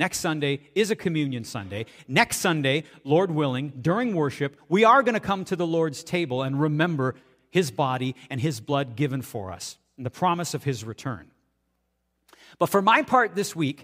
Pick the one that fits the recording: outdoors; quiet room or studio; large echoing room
large echoing room